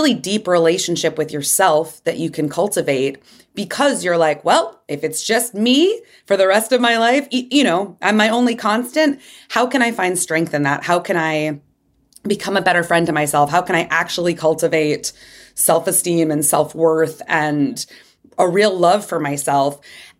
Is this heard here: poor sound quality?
no